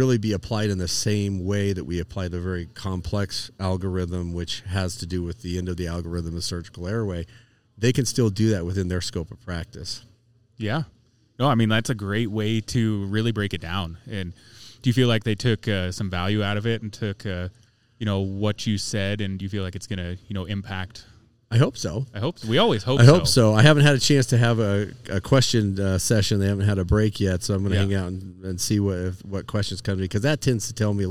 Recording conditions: busy venue